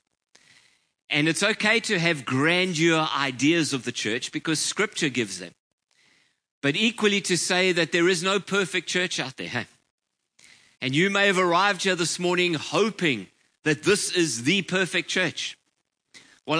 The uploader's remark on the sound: Preached on 19/11/23 at Ngaruawahia